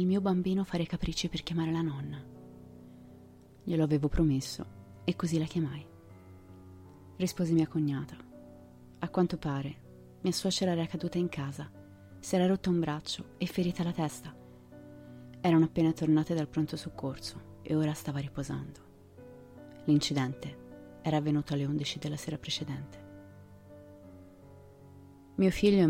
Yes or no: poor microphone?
no